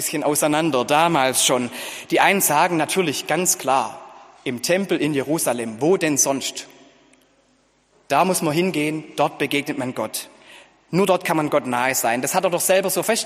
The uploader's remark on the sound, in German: Gottesdienst zur Kirbe